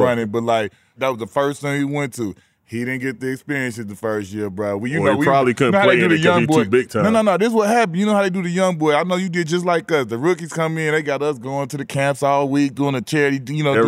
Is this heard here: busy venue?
yes